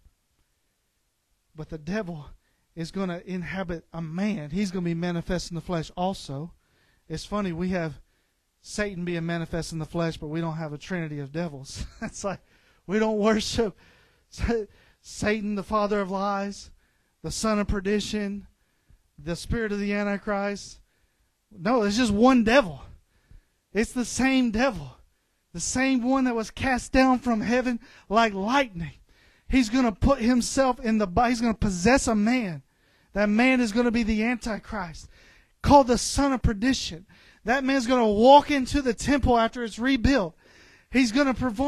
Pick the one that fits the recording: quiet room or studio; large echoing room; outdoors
large echoing room